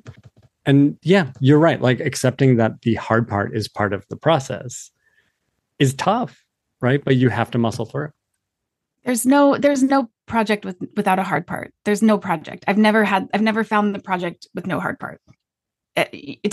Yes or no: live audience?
no